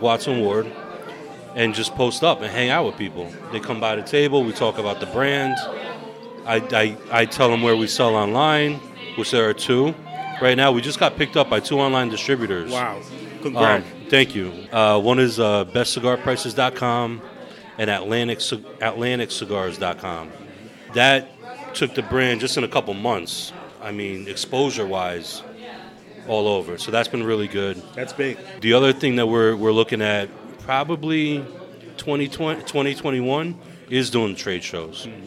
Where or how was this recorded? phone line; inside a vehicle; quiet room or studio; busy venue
busy venue